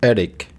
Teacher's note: La pronunciación fonética es E-A-D-E-C. Decimos D porque la T no se dice tan dura como normalmente la diríamos.